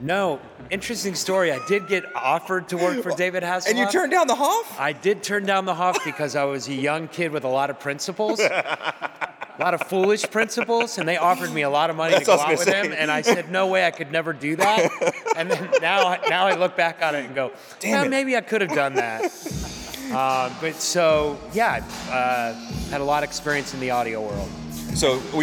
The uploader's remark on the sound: Live From Dayton Podfest. Spoke in front of a crowd.